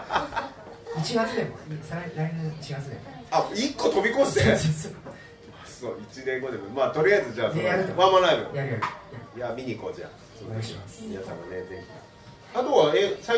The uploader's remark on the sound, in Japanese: 公開ポッドキャスト収録の巻。2018年1月14日開催LIVEでの公開ポッドキャスト収録の回～！